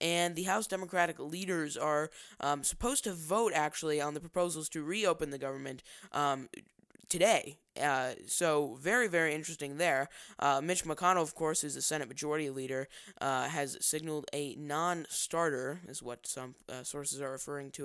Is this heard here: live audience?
no